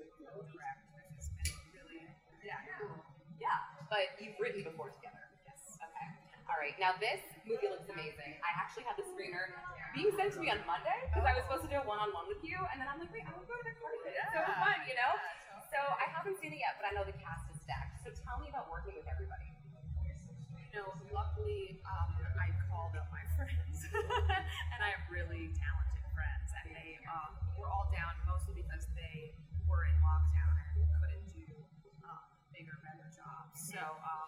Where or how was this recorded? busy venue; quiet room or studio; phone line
busy venue